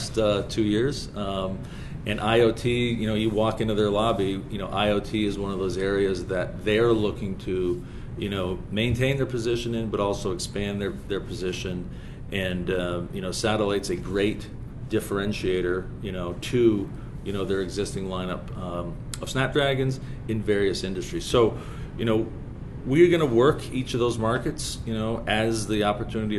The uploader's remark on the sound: At the Satellite 2023 conference in Washington, D.C.